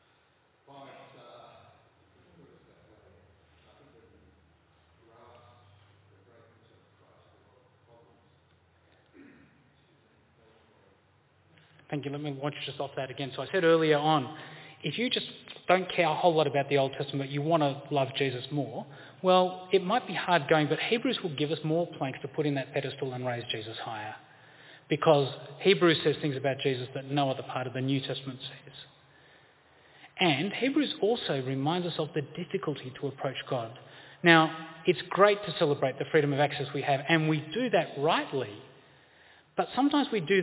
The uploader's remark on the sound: This presentation is at St Jude's Anglican Church, Carlton, Victoria on 1 February 2023.